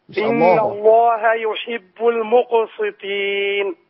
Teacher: والهاء مرققه بتاع اسم الجلاله